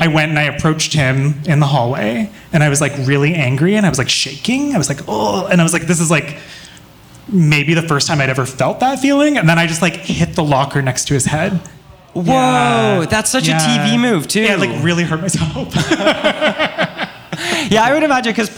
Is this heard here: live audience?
yes